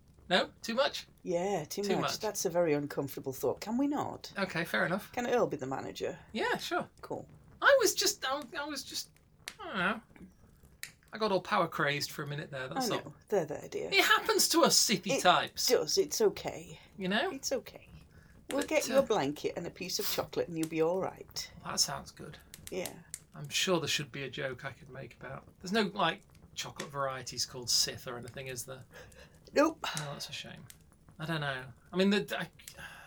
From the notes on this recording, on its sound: Background fire ambience